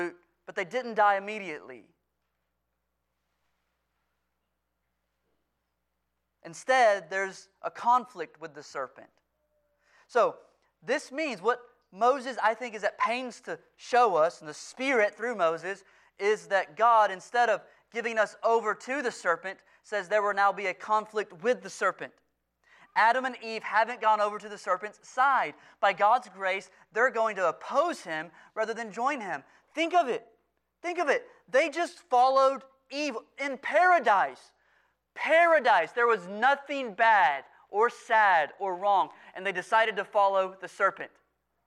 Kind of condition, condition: setting, large echoing room